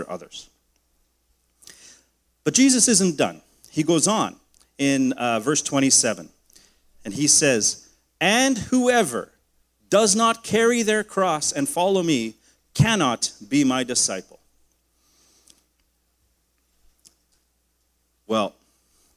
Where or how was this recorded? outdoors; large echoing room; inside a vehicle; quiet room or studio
large echoing room